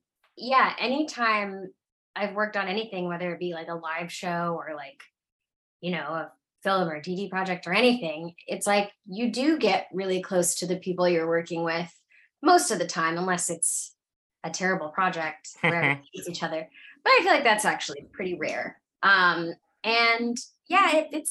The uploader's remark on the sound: all before Zoom cuts us off.